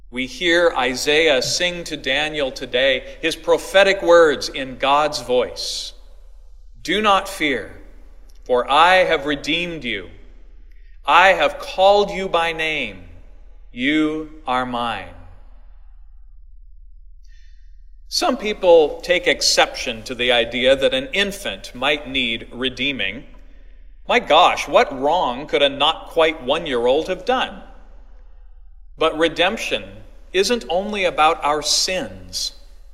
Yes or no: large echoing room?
yes